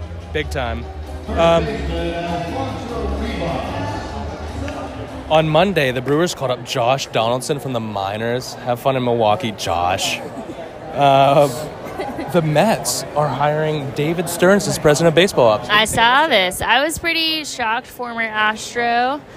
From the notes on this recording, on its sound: Live from PNC Park. Pirates game at PNC Park and drink a Woodbridge Cabernet from plastic cups. Get ready for ballpark sounds and good times.